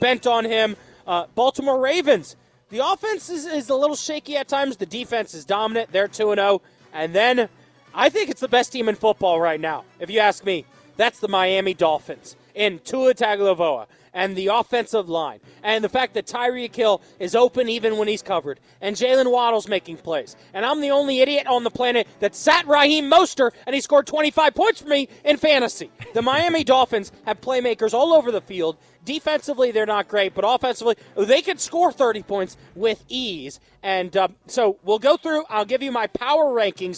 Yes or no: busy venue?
yes